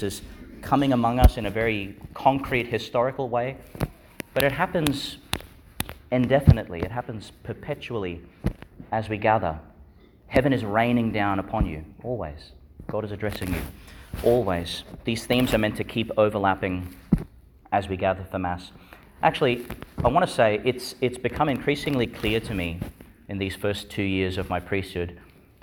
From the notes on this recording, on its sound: Homily for the Fifteenth Sunday in Ordinary Time, delivered in Our Lady Star of the Sea, Gladstone, Qld.